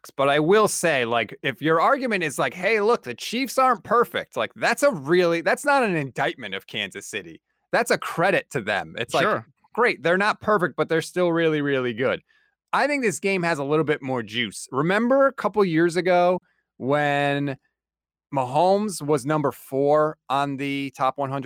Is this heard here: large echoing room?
no